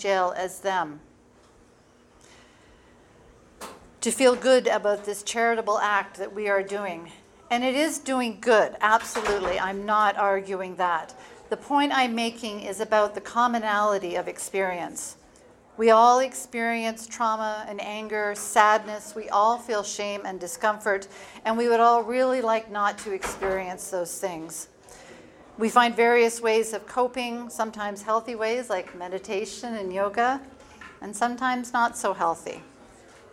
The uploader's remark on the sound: The speech I gave at the Chicago Yoga for Recovery fundraiser at the Victoria Garden theater on Saturday night the noises that you’re going to hear in the background are actual bartenders and people having snacks and chatting.